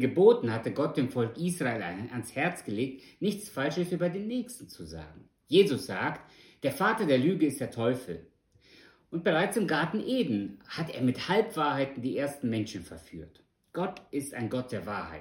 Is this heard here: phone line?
no